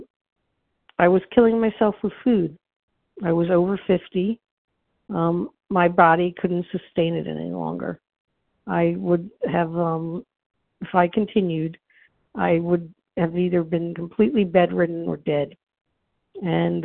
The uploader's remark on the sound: from the 100 Pounders Phone Meeting, 8/16/23.